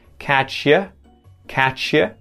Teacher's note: that U gets turned into a schwa sound and shoved onto the end of the word catch